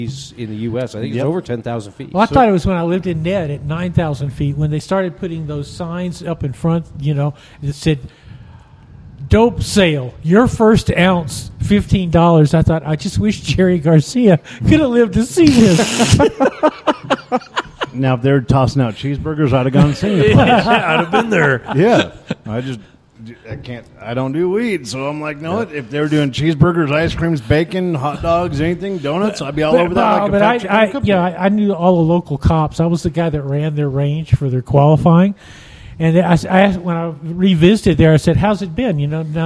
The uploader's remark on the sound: recorded at the Lucid Optics Ballistic Summit in Raton, New Mexico